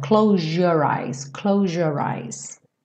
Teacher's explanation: Muitas vezes esse som de Z acaba sendo modificado para um som quase de J.